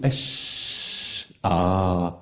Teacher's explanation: لولا التفشي الذي في الشين لكانت جيم